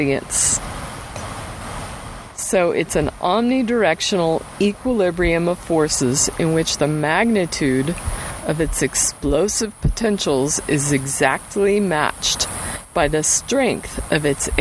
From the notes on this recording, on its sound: Accompanied by the rugged sounds of the wind and river as a backdrop for my muse.